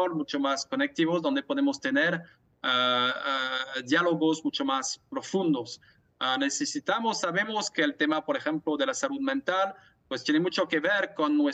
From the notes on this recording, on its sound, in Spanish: entrevista vía Zoom